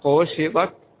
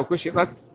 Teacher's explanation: من فين مخرج القاف؟ أقصى اللسان من أعلى، والكاف من أقصى اللسان أسفل جنب بعض، يعني في الأقصى اللسان من اللي في الأعلى قاء والكاف جنبها على طول.